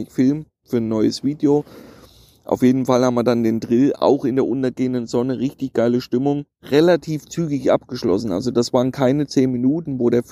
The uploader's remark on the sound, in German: Live vom Grande Fiume Po. Werde ich nun regelmäßig live vom Wasser über meine aktuellen Touren berichten.